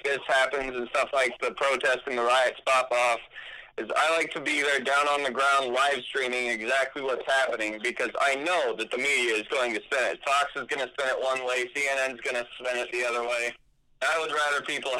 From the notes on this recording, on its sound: I sit on the phone